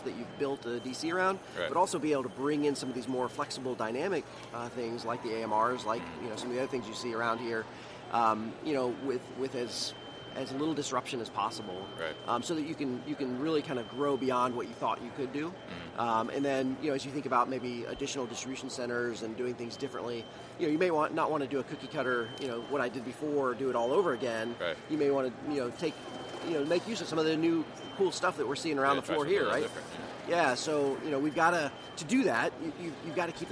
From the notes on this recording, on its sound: This was recorded at MODEX 2020.